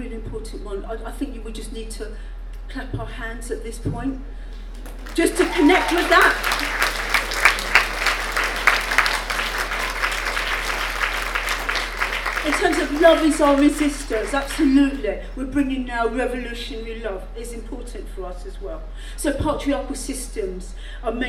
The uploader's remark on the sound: Recording from the Sunday Closing Session of the FiLiA 2019 Conference. Recording from the Sunday Closing Session of the FiLiA 2019 Conference.